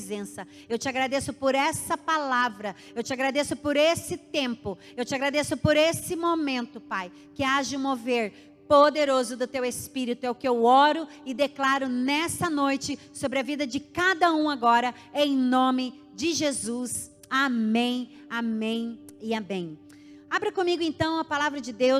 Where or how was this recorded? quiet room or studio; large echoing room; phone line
large echoing room